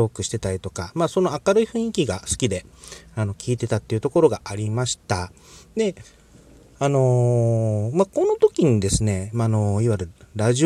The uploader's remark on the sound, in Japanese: クーラーかけないでの車中収録、眠気もあってかトークが安定してません（いつものこと）。